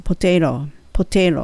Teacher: 最後のトの部分はほぼほぼ L の音でローになって OK です